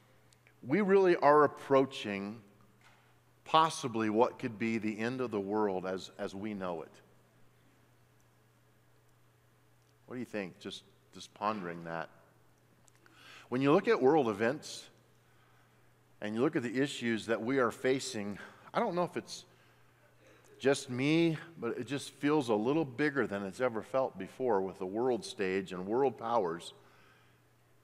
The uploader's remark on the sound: at Timberline Church